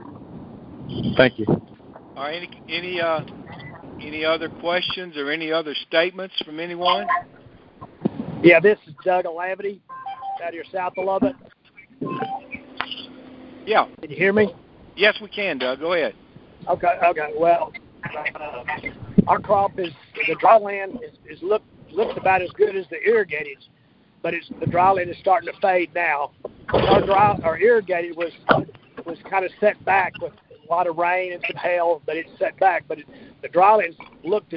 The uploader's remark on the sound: Monthly Conference Call